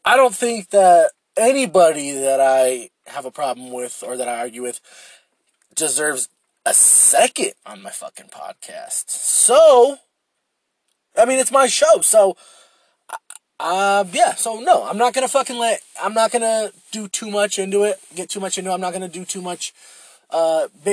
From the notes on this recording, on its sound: I record in my shitty Lexus